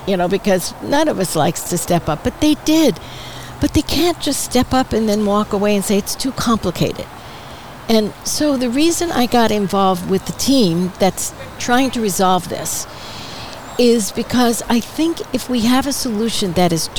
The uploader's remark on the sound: Recorded on the outdoor patio of Skip Paige's Little Bar in Palm Desert, CA.